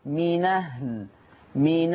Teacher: نقل فتحة الهمزة إلى النون فتصير المنطوق نون مفتوحة